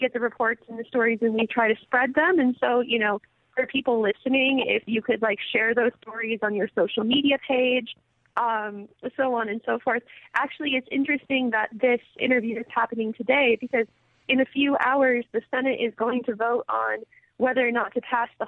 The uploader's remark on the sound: We go to the phones and hear listeners opinions